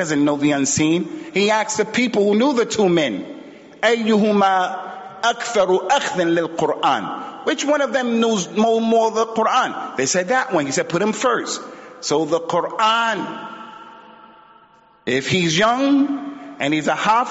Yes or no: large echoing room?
yes